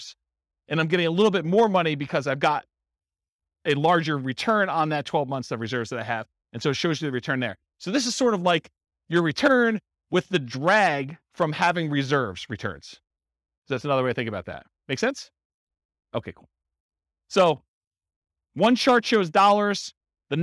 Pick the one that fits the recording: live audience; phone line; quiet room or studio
live audience